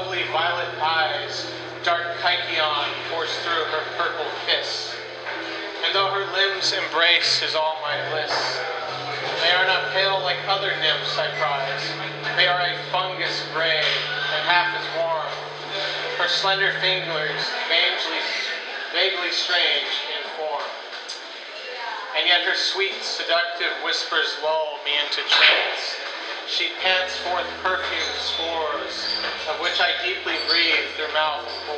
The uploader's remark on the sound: at Sam's Billiards in Portland, Oregon, USA